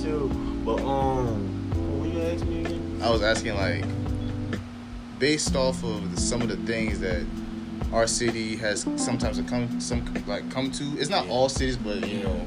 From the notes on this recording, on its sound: PLEASE EXCUSE THE AUDIO IN THE BACKGROUND